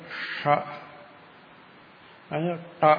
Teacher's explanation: നാവിന്റെ അറ്റം സ്ഥലം കൂടി വളഞ്ഞ് മേലോട്ട് പോകും · Term: മൂർധ